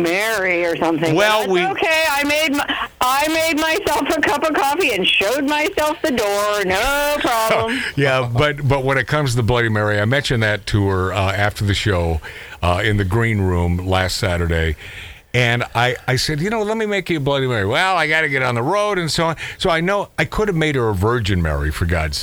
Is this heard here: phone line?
yes